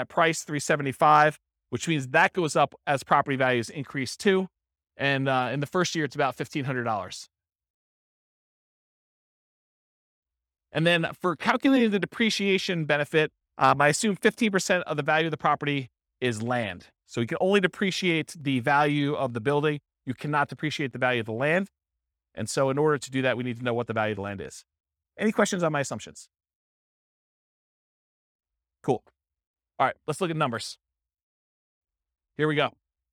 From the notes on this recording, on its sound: This was a live class recorded